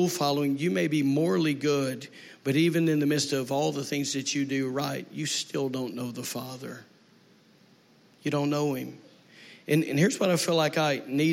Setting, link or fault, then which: setting, large echoing room